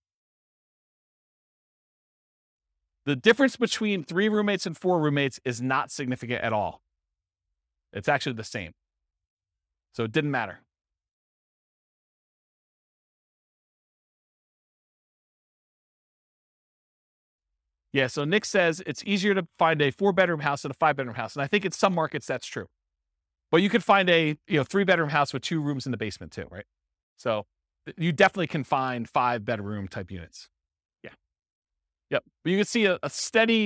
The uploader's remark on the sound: This was a live class recorded